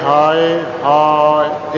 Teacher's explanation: ਇੱਕ ਥਾਂ ਲਘੂ ਹੈ, ਇੱਕ ਥਾਂ ਦੀਰਘ ਹੈ, ਪਹਿਲਾਂ ਦੀਰਘ ਹੈ ਫਿਰ ਲਘੂ ਹੈ